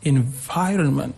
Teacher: on the second syllable, we have this stress.